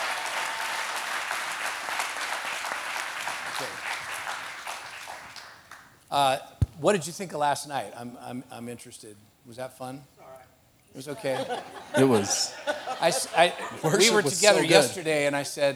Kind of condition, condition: setting, live audience